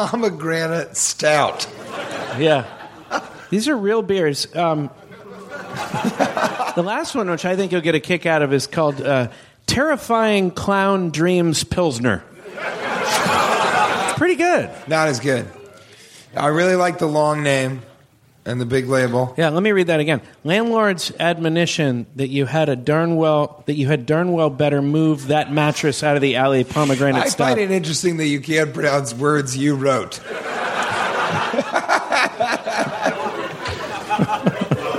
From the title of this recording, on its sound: Live from Portland!